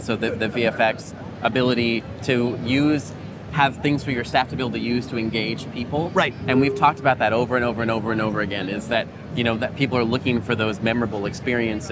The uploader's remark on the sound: LIVE from the IAAPA Expo Show Floor